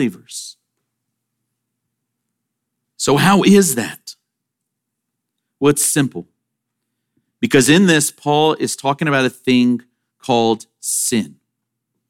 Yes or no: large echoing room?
yes